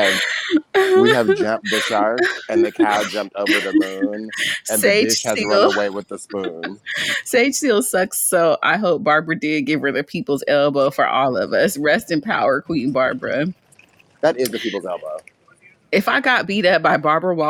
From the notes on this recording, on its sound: There's a WTT classic feel to this episode including the sounds of the streets of NYC and some technical issues.